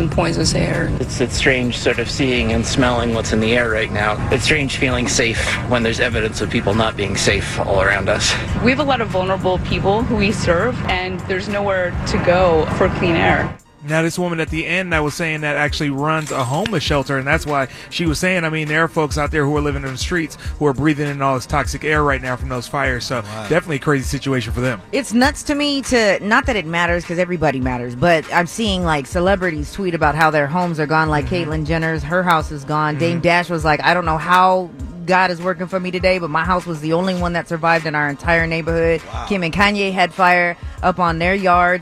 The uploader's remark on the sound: Live From Disneyland!